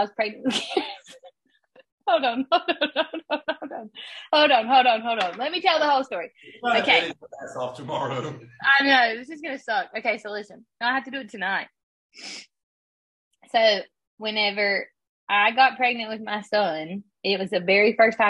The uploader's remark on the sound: Sorry for the audio quality we are between states currently.